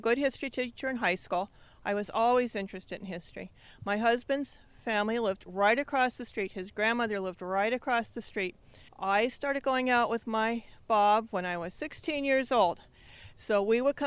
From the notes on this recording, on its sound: Interviews from the #hadenough event held at Geisinger Commonwealth Medical School, bringing together experts and audience members.